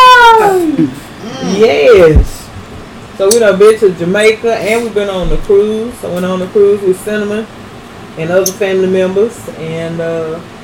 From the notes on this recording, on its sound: The audio sucks.